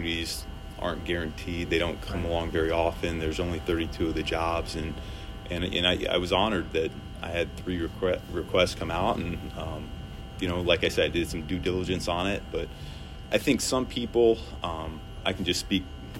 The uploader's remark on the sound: coming to you live from the NFL combine